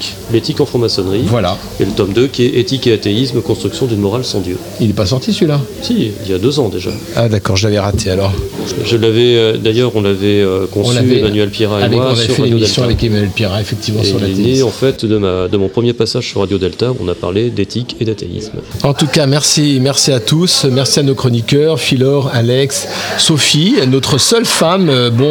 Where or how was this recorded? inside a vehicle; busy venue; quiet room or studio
busy venue